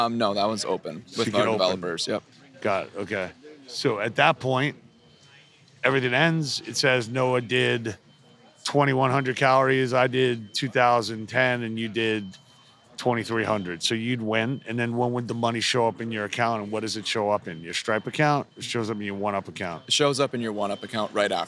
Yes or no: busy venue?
yes